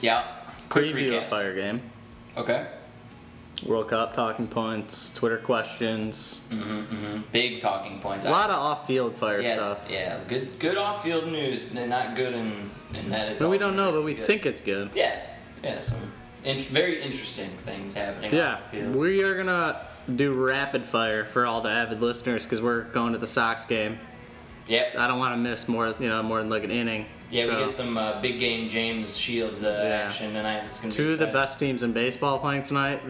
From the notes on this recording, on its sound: Live from Bridgeport. We are in Bridgeport recording before the Sox game.